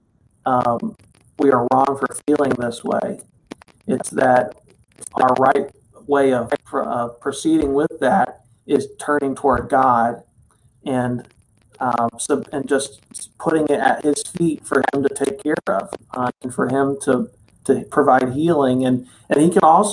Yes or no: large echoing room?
no